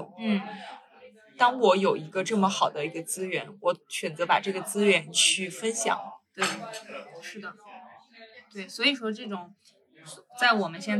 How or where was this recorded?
busy venue